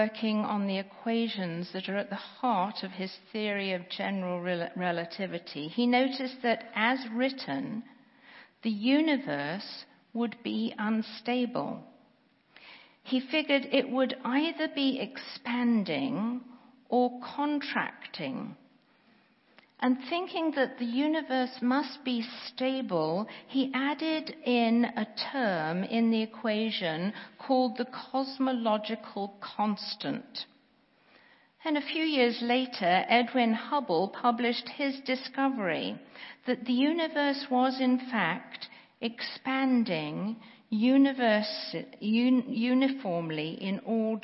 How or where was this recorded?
large echoing room